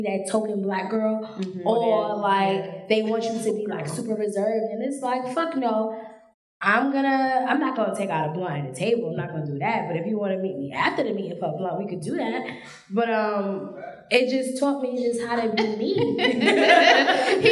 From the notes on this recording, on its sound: a live taping of #CareFreeBlackGirl